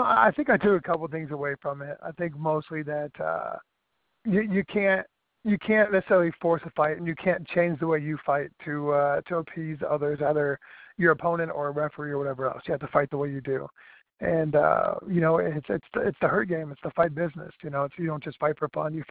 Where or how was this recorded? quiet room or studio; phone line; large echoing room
phone line